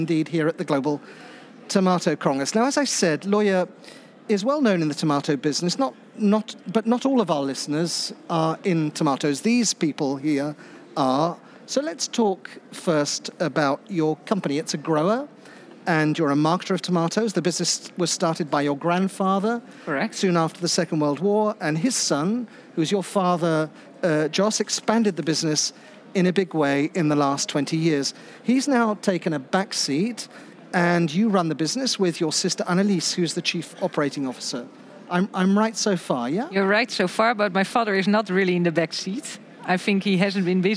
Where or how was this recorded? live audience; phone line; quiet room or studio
live audience